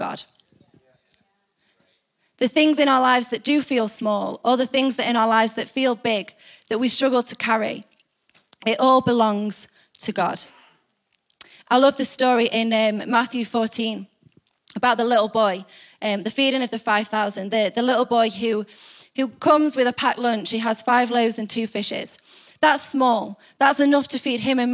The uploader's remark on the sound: Recorded live at the Chesterfield Campus this is the message from the evening service on the 28th July 19.